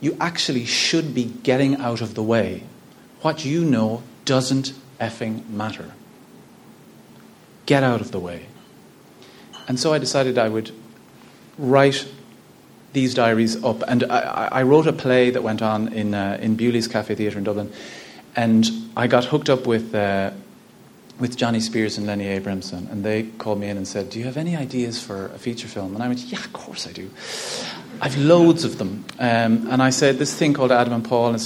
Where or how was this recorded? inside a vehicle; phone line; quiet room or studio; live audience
live audience